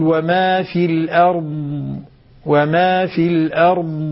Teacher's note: استطالة، استطالة الضاد بدون قلقلة